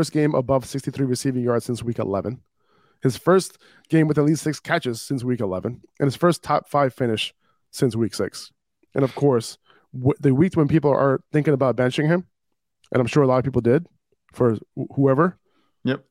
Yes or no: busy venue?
no